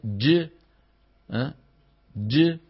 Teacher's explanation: انطلاق الصوت بعد انحباسه في الحرف الشديد المجهور